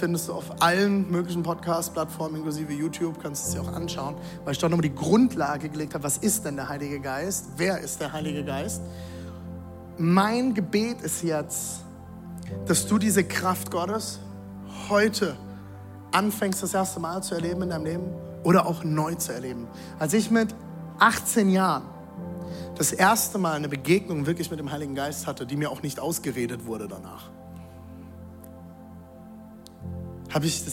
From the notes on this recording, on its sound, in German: Audiomitschnitt der Predigt